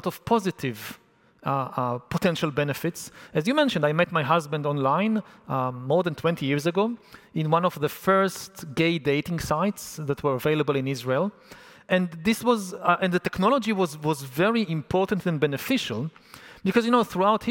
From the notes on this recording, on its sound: A talk recorded 'live on tape' at Estufa Fria, in Lisbon, Portugal on May 2023.